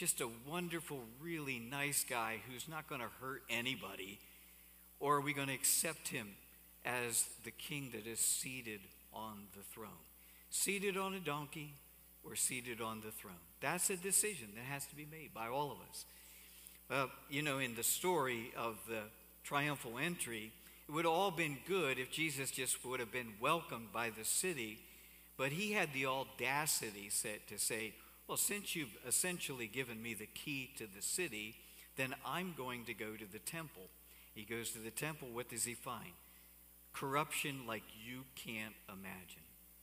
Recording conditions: large echoing room